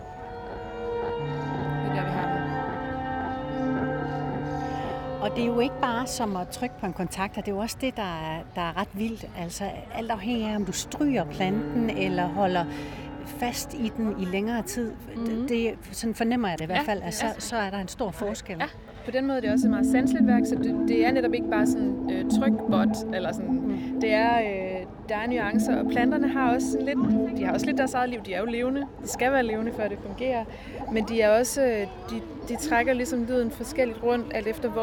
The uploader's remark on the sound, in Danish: Fornem stemningen på Bloom i Søndermarken med den første officielle podcast fra natur- og videnskabsfestivalen.